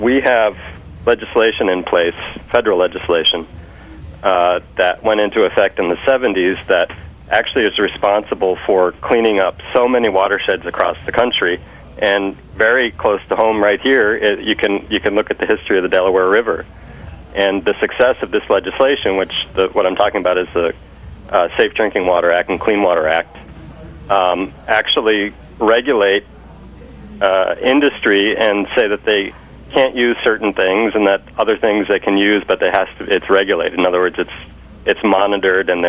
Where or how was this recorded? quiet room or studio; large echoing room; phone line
phone line